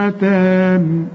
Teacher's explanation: ليه مد وبعد المد حرف مشدد. مدهامتان والميم لازم تغن لأن عليها الشد